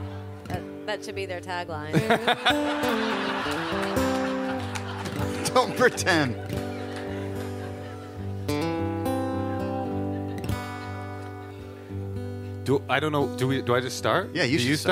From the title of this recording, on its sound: Live from Portland